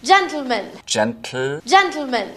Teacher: That's exploding the T sound straight into the L sound · Term: lateral plosion